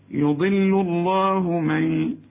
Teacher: اللام قبلها حرف مفخم وبعدها حرف مفخم، لكن هي مرققة